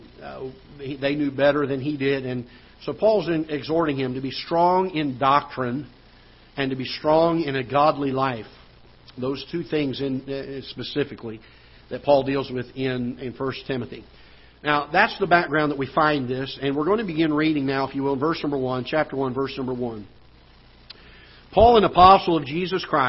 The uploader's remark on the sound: Ketha Heights Baptist Church ~ Live Broadcast